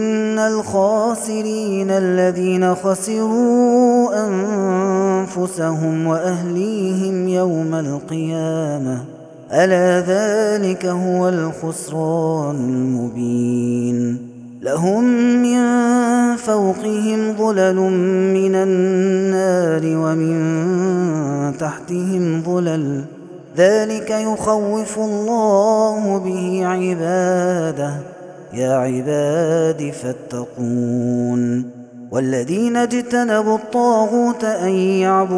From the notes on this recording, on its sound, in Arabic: هذا التسجيل من صلاة التراويح